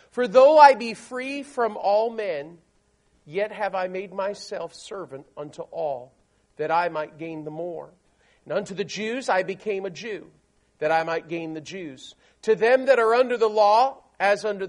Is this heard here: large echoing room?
yes